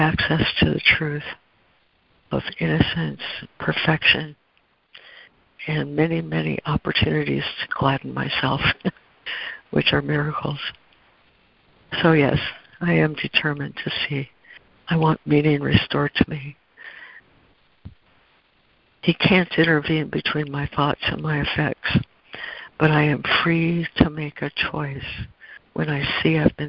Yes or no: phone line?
yes